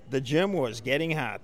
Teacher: We have two good tokens of fronted ah, the bot vowel there.